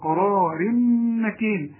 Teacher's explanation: ادغام كامل بغنة، لان الميم المشددة والنون المشددة ادغام كامل